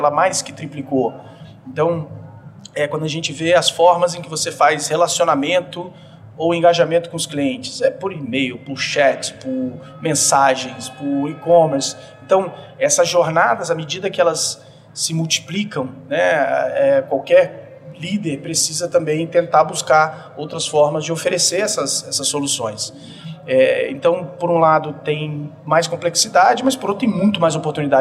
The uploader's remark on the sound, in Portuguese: Este episódio foi gravado no RD Summit 2023, evento organizado pela RD Station.